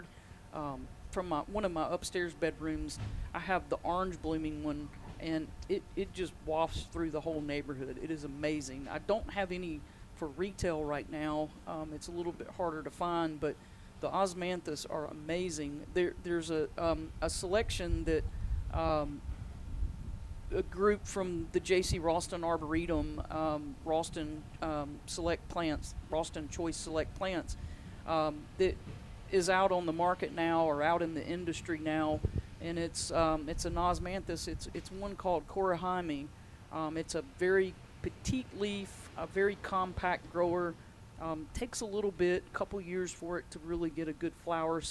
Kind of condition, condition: setting, busy venue